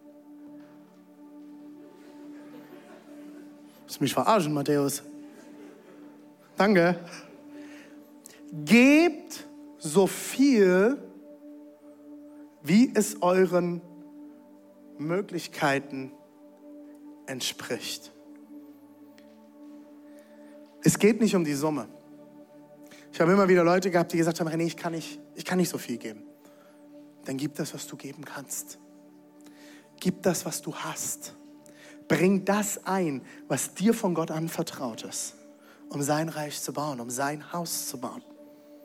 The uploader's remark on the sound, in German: Audiomitschnitt der Predigt